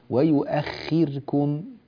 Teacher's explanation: الخاء لكن اجعلها في أقل مراتب التفخيم